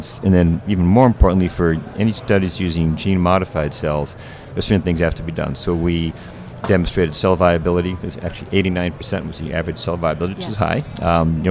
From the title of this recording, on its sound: LIVE from AOSSM